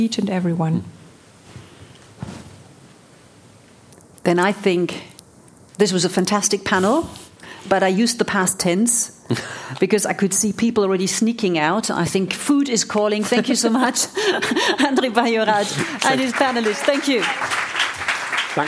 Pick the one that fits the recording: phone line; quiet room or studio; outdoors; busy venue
busy venue